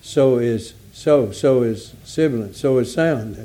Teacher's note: you hiss those out through the end of your mouth and gums and lips, and it makes a hissing sound. Hissing sound. · Term: sibilant sound